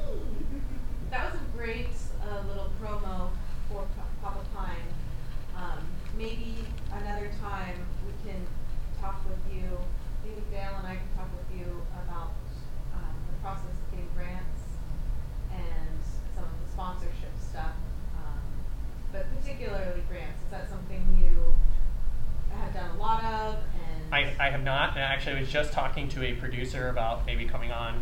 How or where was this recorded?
live audience